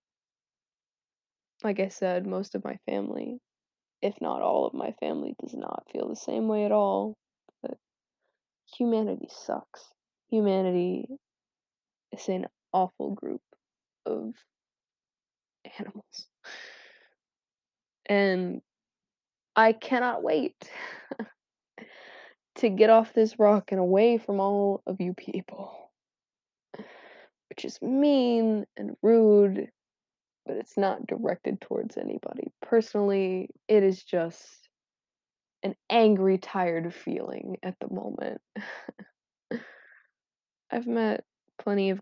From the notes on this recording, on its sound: Still lots of dumb airy laughs and terrible mic quality though.